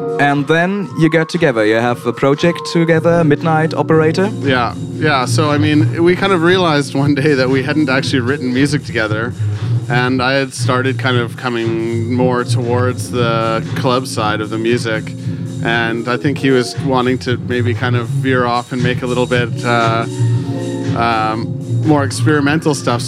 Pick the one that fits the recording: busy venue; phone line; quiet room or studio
busy venue